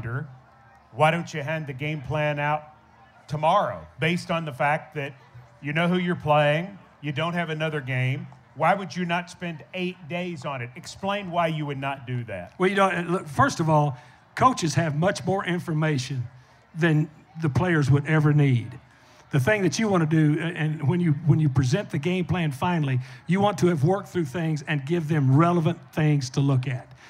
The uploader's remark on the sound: LIVE at Memphis for 901 Day